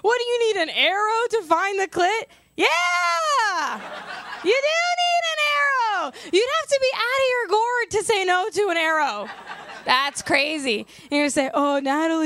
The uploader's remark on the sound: We had an amazing time at our live show as USUAL.